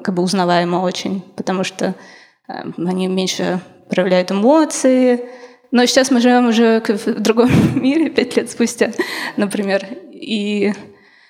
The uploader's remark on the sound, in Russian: Этот лайв записан в Казани, в Центре современной культуры «Смена». Мы сделали большую ошибку — не поставили микрофон в зал.